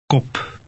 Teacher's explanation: The letter P in Dutch is less explosive than in English.